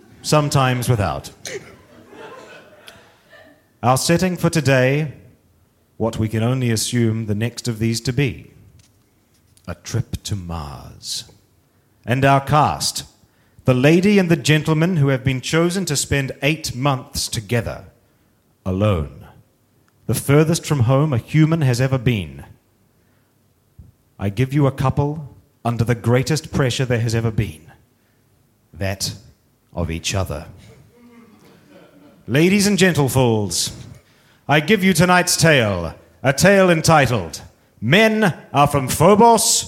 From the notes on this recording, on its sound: Recorded live at BATS theatre, Wellington, New Zealand on the 25th of October 2013.